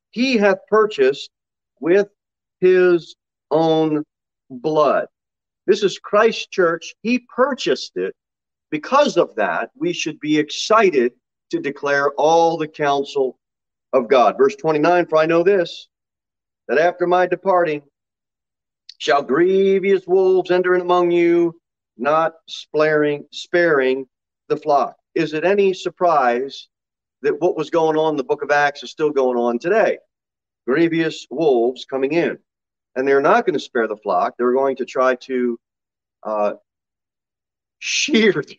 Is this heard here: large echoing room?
yes